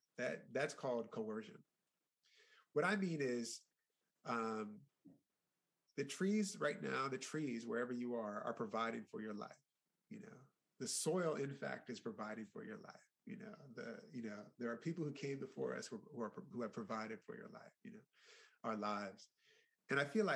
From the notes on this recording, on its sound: A question-and-answer and discussion session follows. Recorded live via Zoom.